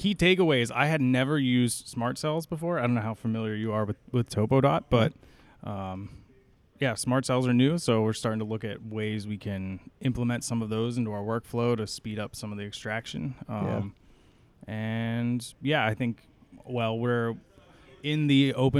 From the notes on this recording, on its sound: TopoDOT Users Conference 2022 - A Geoholics Road Show. I was honored to be invited to this year's TopoDOT Users Conference in beautiful Orlando Florida! Random unscripted interviews recorded at #TUC22.